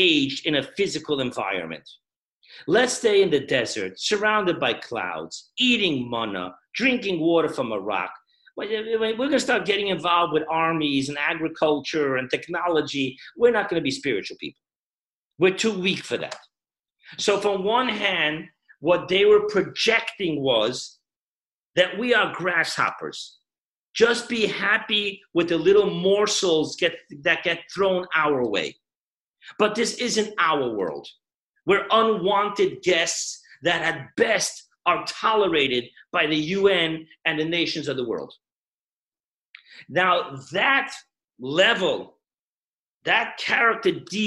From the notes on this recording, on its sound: Zoomclass